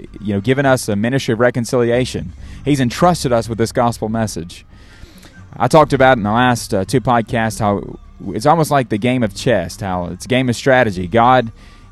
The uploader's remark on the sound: Live from an Outreach